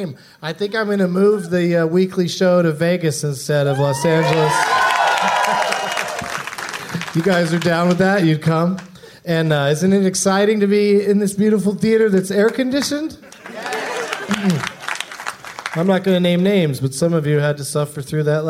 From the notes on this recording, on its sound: Live from the Plaza Hotel in Las Vegas